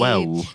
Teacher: I tried to say a word that ended with an L and it ended with a W